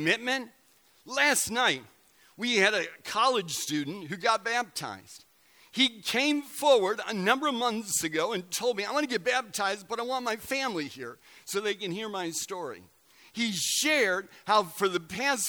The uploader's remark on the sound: Recorded November 11, 2017 at Central: A Christ-Centered Church, Ewing, NJ.